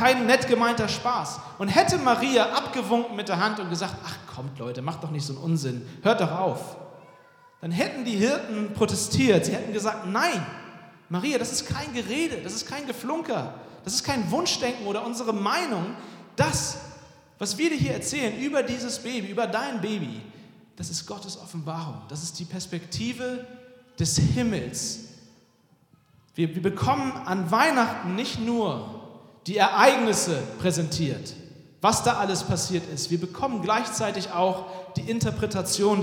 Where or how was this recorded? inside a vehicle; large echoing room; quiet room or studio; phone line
large echoing room